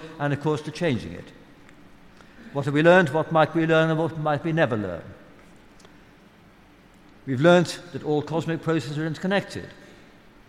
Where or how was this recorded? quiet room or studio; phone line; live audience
live audience